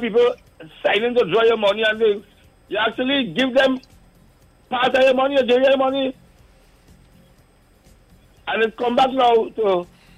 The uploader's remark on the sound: We take more calls from the audience.